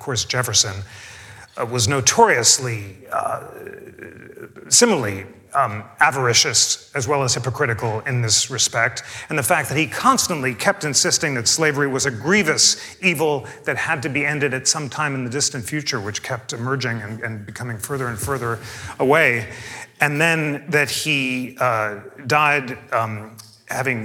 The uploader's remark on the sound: This program was recorded live on February 9, 2024.